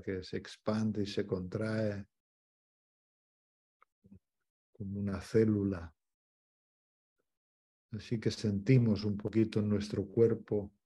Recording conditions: video call